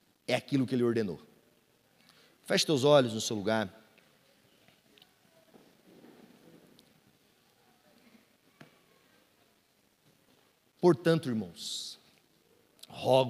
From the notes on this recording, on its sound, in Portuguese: Culto Domingo (Onda Dura Belo Horizonte). Local gravação: Onda Dura Belo Horizonte.